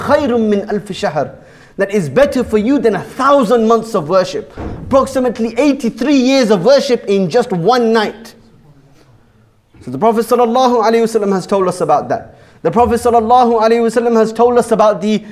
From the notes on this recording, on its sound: Jummah Kuthbah. Bashir Ahmed Masjid Southampton.